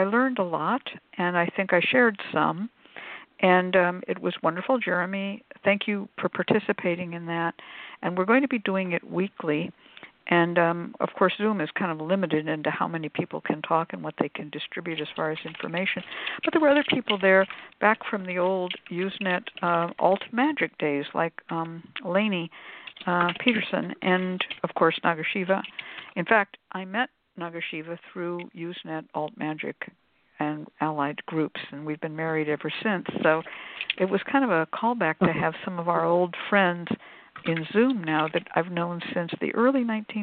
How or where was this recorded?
phone line